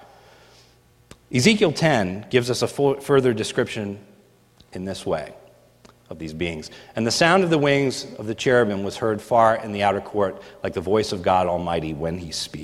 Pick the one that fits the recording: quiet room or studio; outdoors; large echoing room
large echoing room